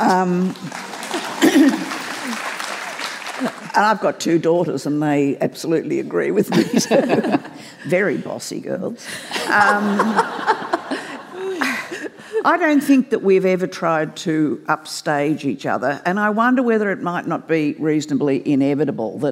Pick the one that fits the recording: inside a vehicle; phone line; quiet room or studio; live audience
live audience